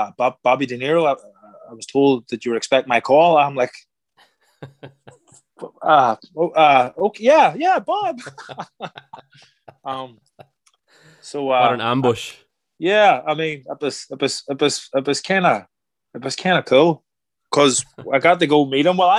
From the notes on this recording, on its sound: Recorded using Zoom between North London and New York City.